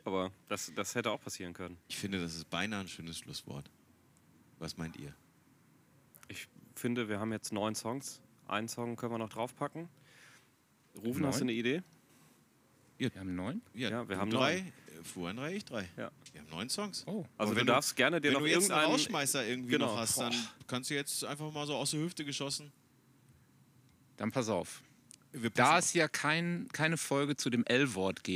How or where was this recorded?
outdoors